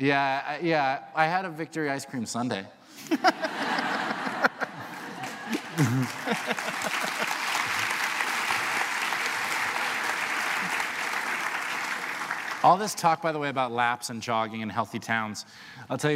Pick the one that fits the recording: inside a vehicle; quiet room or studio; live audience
live audience